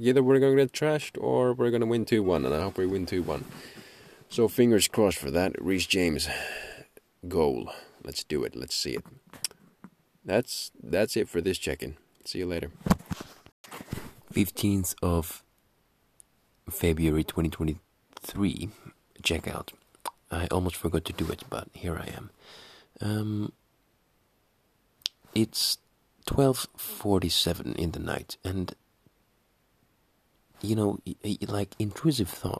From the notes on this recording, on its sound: Screaming in the car